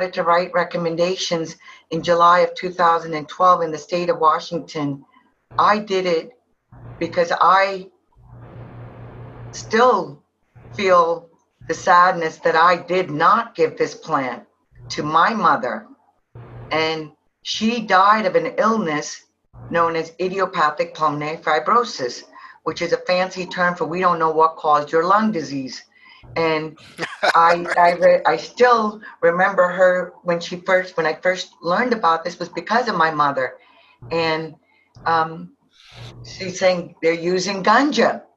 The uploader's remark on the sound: Virtual Conference